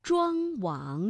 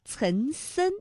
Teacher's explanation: 像庄王，这明显呢是从这个鼻子后方脑中央的位置发出了气流，而岑参，哎，它的气流呢是比较靠近我们的口腔前部的。 · Term: 前后鼻音